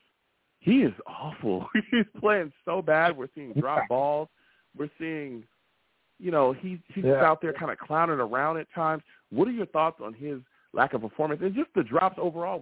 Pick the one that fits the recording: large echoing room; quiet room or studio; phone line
phone line